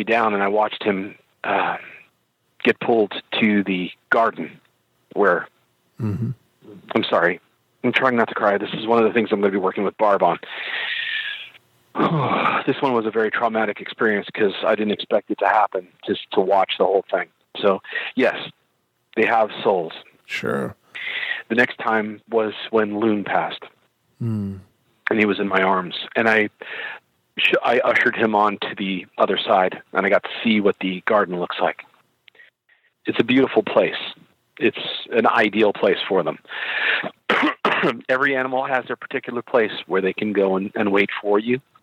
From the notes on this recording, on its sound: Punctuated by a call from a long time show contributor.